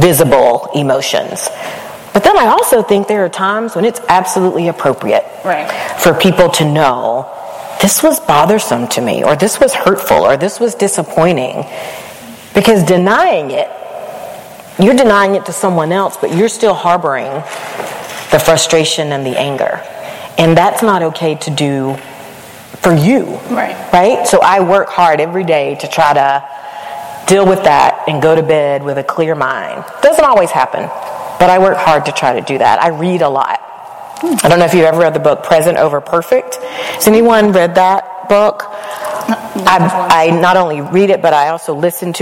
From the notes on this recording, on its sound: HERstory (Live Show). Finally the audio from the live show.